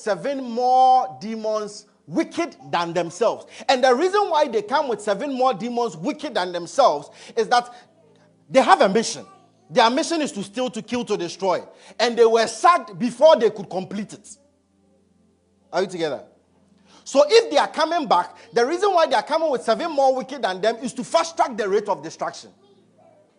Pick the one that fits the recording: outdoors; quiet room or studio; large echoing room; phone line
large echoing room